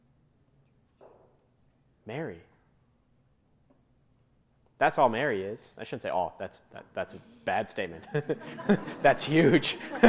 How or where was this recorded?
live audience